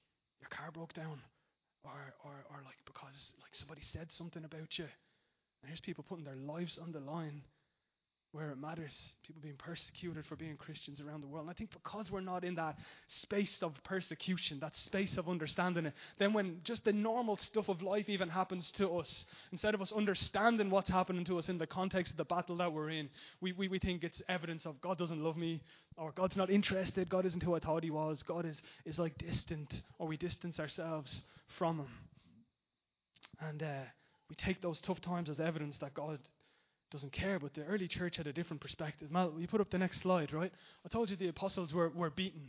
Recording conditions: large echoing room